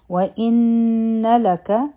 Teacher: نون مشدد دی، غنه به کو